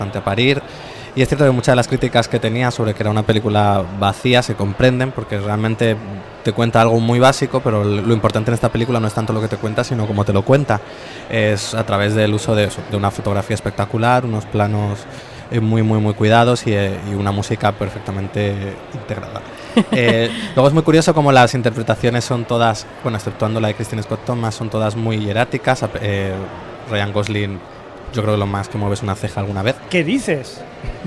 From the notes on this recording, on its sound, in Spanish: Hemos sobrevivido a otra edición del Festival Internacional de Cinema Fantàstic de Catalunya. Sitges 2013 y como le hemos cogido el gusto, hemos vuelto a grabar el podcast desde el festival. Hemos montado el equipo en el hall del Hotel Meliá Sitges, justo al ladito del Auditori.